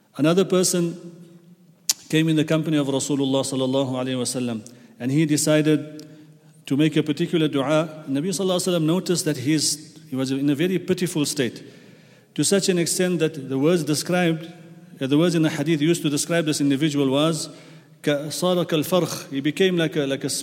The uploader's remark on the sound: at the Houghton Masjid (West Street)